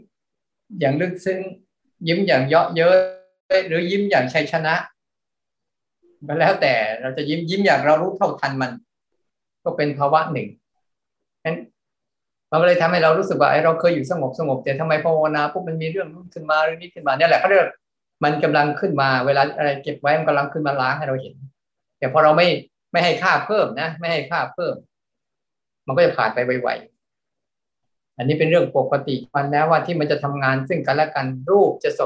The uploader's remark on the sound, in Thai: คอร์สออนไลน์ (ผ่านโปรแกรม Zoom)